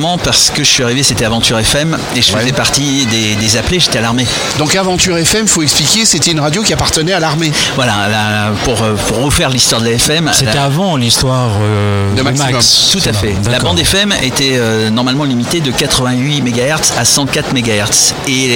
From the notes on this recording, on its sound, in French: Podcast En direct du Dock B à Pantin